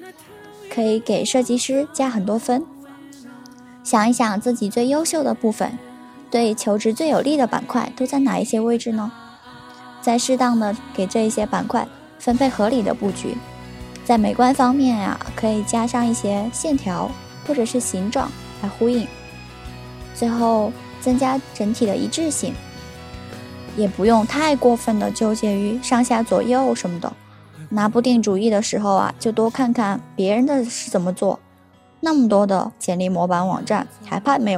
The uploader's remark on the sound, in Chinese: 学校录音的地方太难选择了。最后只能在天台录音，希望大家不要太在意天台的风声。